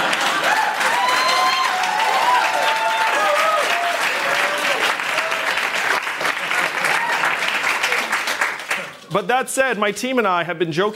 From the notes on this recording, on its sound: answers questions during a live town hall